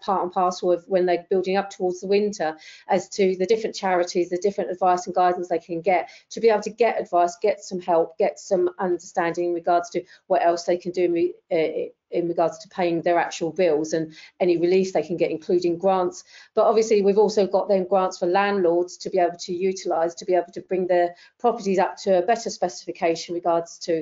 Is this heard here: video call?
yes